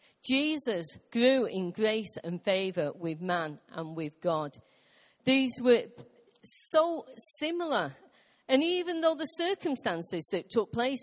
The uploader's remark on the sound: Recorded live at Life Church.